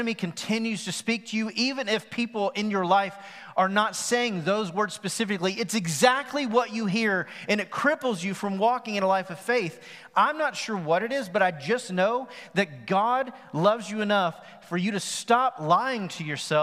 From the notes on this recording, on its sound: At The Fellowship at Mt Juliet. MJ campus.